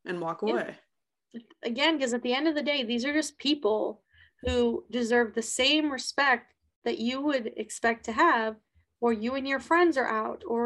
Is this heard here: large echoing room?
no